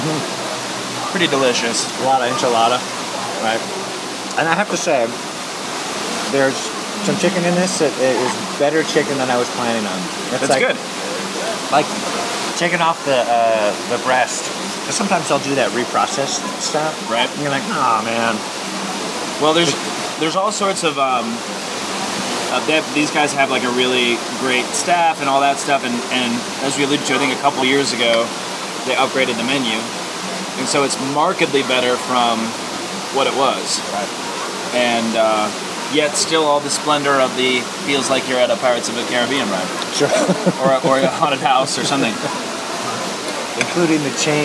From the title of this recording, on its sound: at Casa Bonita (Denver, CO)